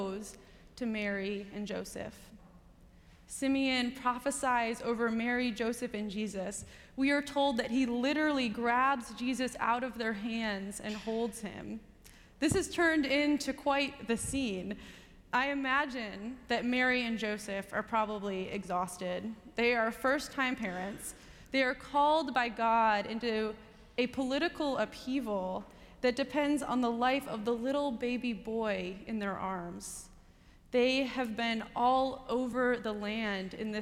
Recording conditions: large echoing room